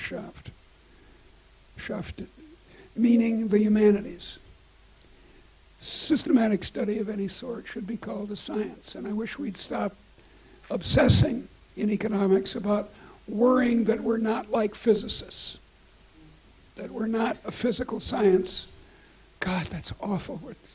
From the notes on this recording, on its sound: Recorded at the University of Edinburgh.